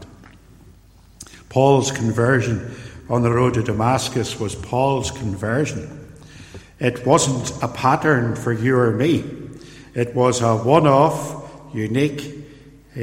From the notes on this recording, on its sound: In this sermon, preached at Templepatrick Reformed Church in January 2020